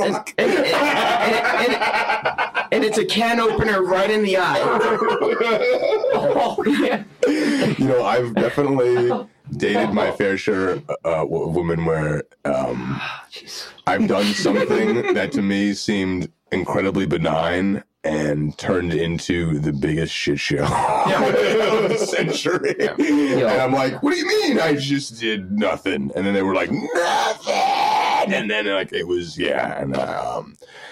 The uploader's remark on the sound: Something went afoul during the recording of this episode, rendering the entire show asleep at the Phaser control, even after several fixes thereafter at eliminating the issue.